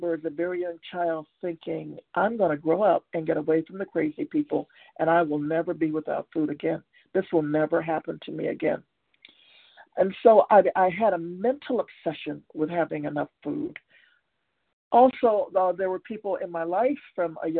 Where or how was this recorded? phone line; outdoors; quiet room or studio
phone line